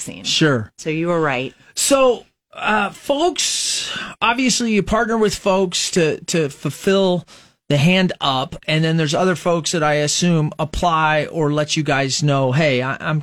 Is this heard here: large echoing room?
no